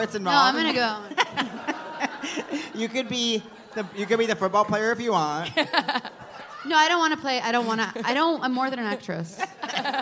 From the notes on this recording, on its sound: live on stage at The Bell House